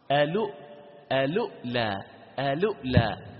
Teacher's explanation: الضم، نقل حركتها إلى الساكن قبلها وهو اللام، فصارت ألو ألو ألو، وزاد همزة بعد اللام، همزة ساكنة، لأن أصل الكلمة الأولى، بدل أن كانت حرف مد صارت همزة ساكنة، فصارت ألو ألؤلا ألؤلا.